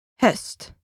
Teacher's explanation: pronounced with more force than the H in English, like the H in ham, höst, autumn.